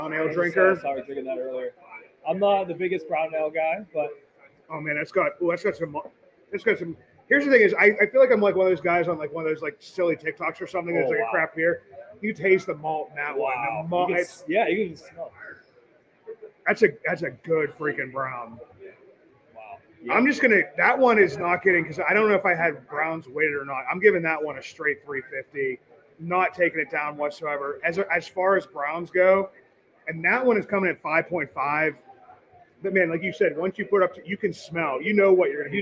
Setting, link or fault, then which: setting, busy venue